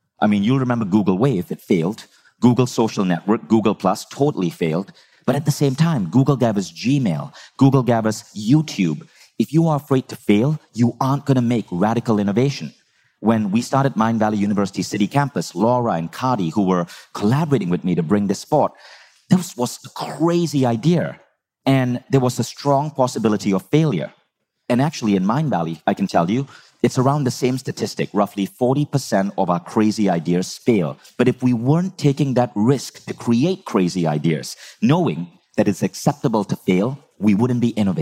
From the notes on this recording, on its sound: Live from Bali's A-Fest stage